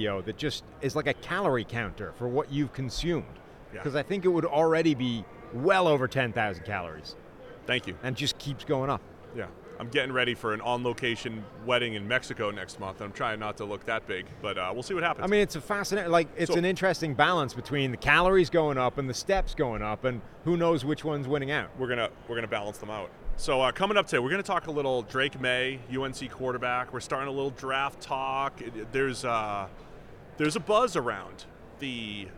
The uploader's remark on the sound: are live from Las Vegas Radio Row